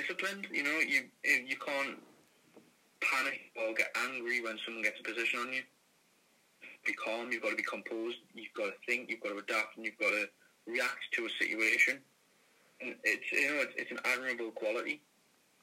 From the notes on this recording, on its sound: via a phoned in interview